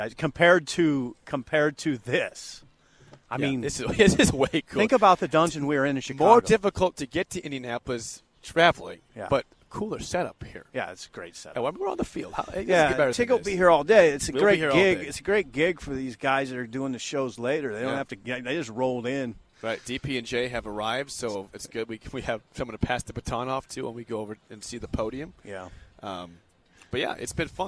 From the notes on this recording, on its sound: Live from Big Ten Media Day in Indianapolis. B1G Media Days at Lucas Oil Stadium in Indianapolis.